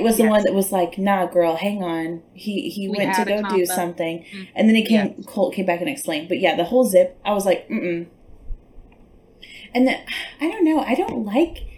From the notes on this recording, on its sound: We had to film from our own homes this week so please excuse our crazy audio